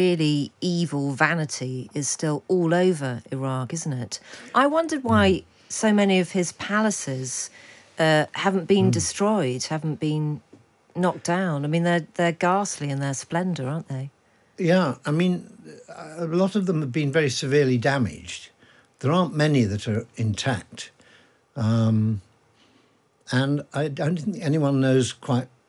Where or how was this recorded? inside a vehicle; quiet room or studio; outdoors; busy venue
quiet room or studio